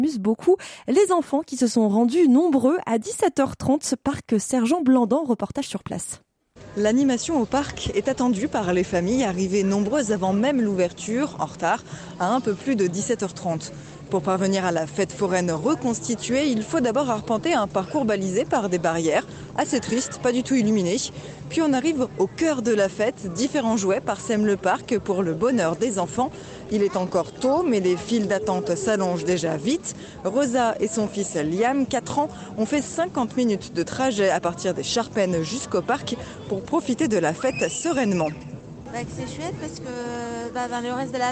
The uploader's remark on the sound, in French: La traditionnelle et touristique Fête des Lumières, RCF Lyon se mobilisait vendredi 8 décembre pour une émission spéciale en direct de 19h10 à 20h , présentée en studio mais largement en immersion dans les rues lyonnaises grâce à notre rédaction sur le terrain. (ré)écoutez nos journalistes vous raconter l'ambiance en duplex de Terreaux, du parc Blandan, de la place Bellecour, du parc de la Tête. Nous accompagnait en plateau.